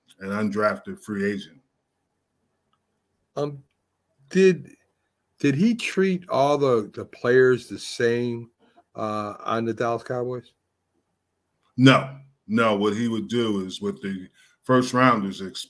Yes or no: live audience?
no